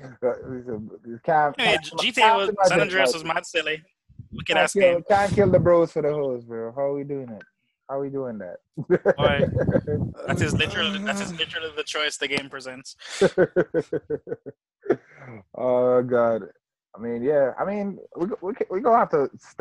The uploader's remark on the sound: do a zoom call to test out part on of social distancing podcast life